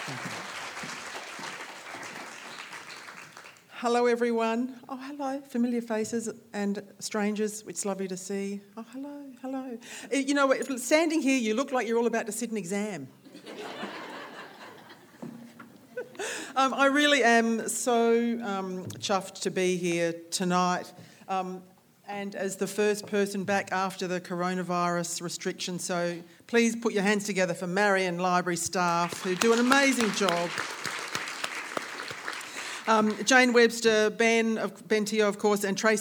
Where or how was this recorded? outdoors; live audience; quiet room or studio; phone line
live audience